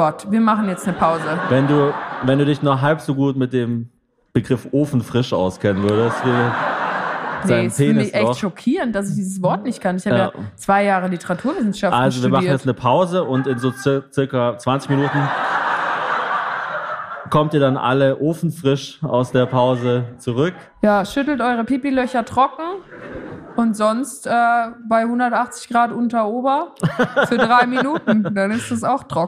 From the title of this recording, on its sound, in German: Ofenfrisch in Köln (Live)